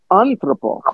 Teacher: I would raise the first part because it has an accent.